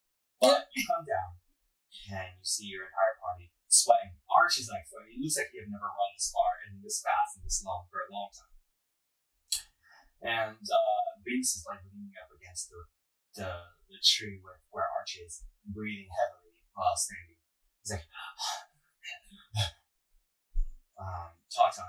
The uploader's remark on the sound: Sorry for the Audio Quality!